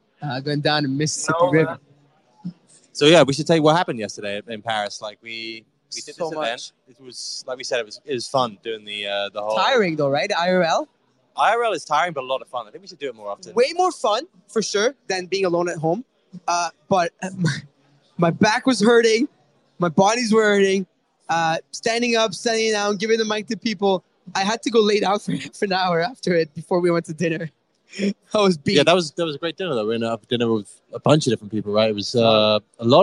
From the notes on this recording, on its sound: live from the Ledger open